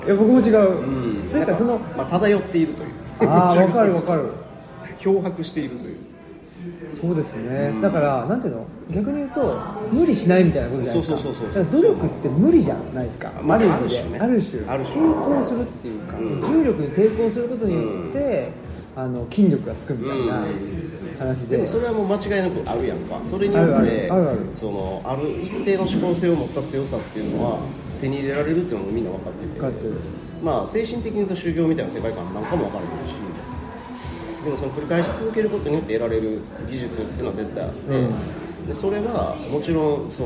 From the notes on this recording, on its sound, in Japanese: 高崎駅前で二人で収録。